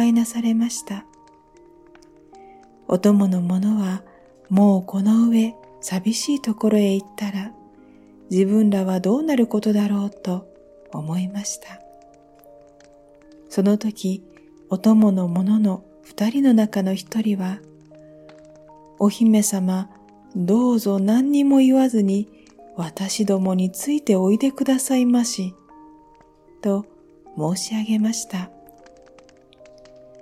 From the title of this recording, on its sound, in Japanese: 焚火の音付き